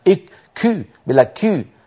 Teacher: شايفين هذا النفس المتدفق زائد عن اللزوم بالنسبة للكاف العربية